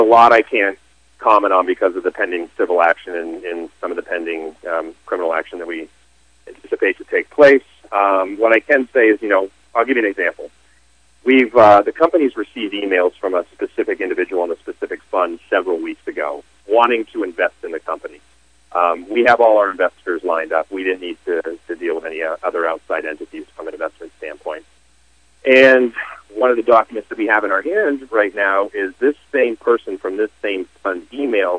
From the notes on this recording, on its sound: called in to SmallCapVoice